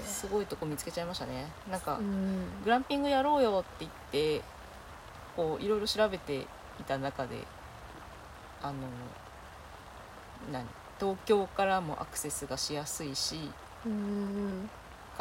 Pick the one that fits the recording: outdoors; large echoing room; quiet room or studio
outdoors